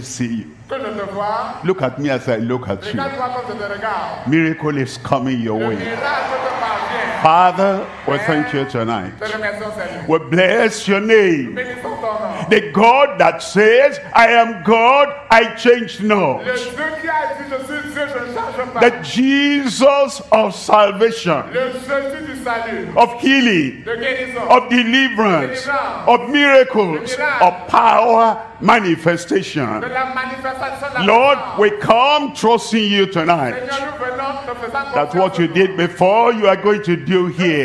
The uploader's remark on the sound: live from Douala, Cameroon.